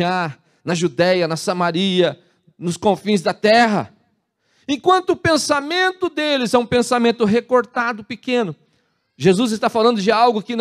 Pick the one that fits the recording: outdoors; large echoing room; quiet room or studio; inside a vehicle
large echoing room